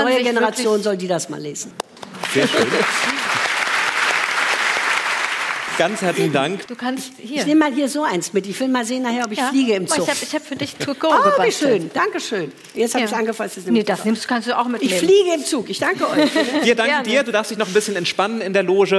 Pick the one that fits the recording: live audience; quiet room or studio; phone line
live audience